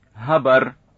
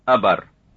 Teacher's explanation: H versus glottal stop